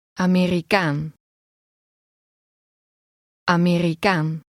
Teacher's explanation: Note that the stress is on the last part of the word.